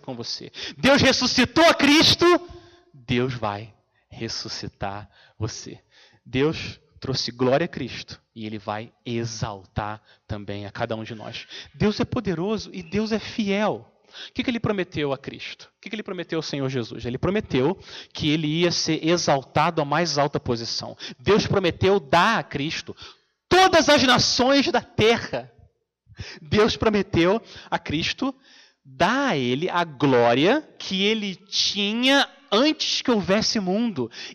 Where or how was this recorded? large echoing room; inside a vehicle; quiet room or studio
large echoing room